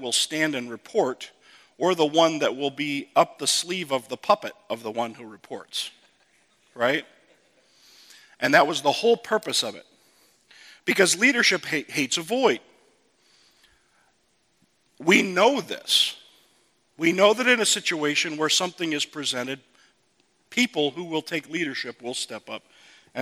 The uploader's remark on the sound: From the 2015 Clearnote Pastors Conference.